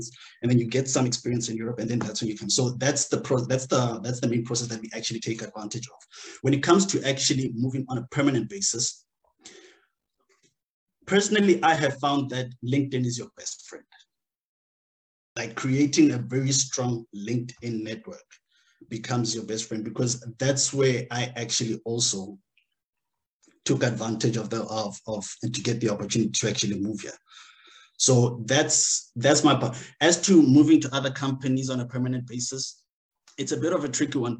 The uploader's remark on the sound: Live from Luxembourg.